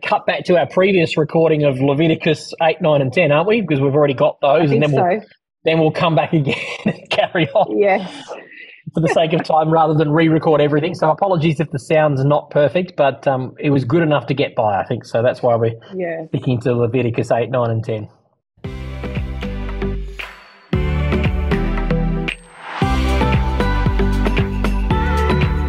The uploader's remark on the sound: If the audio is really poor quality you may be listening to and earlier version of this episode. Due to issues with our old sound recording equipment parts of the episode were rerecorded. The discussion took place via Zoom.